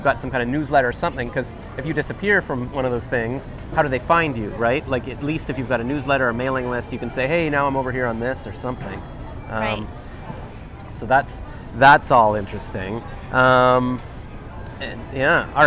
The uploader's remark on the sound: We were sitting outside in Ottawa's ByWard Market, as we talked, a huge storm started - It was called "May 2022 Canadian derecho" and did a lot of damage.